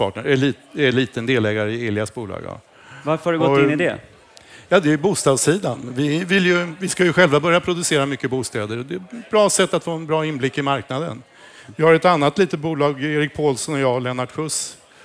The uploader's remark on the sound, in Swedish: Fastighetspodden live från Business Arena